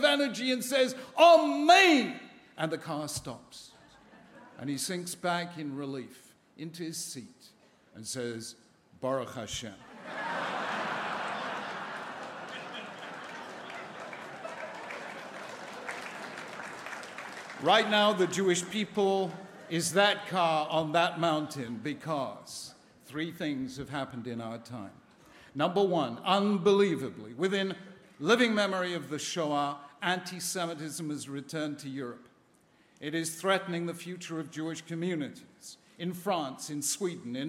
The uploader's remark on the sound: a keynote plenary address at the American Jewish Committee's 2014 Global Forum in Washington, DC